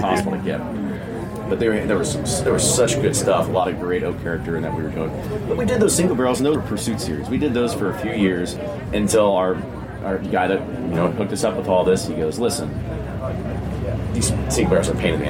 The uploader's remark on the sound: at Kentucky Bourbon Festival